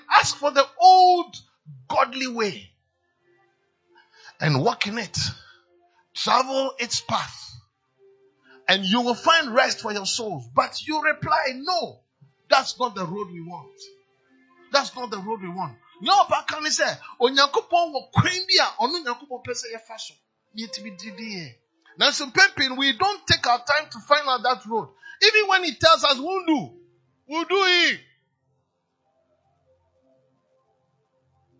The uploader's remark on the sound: DURING FLOW ANOINTING SERVICE AT CAPTAIN OF SALVATION CATHEDRAL.